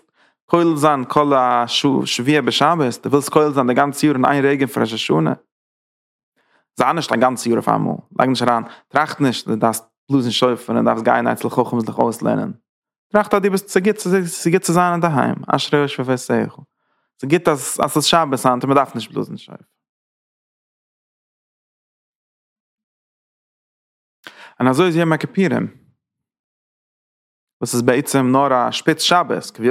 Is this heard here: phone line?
no